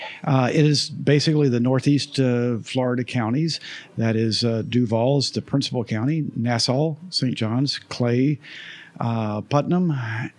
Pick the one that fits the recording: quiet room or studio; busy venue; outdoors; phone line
busy venue